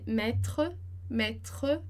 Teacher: E o último e que não é pronunciado, porque ele não é acentuado.